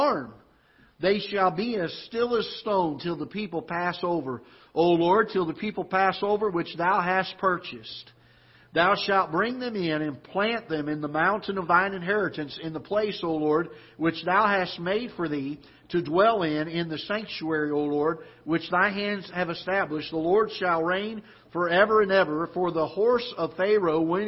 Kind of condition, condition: setting, large echoing room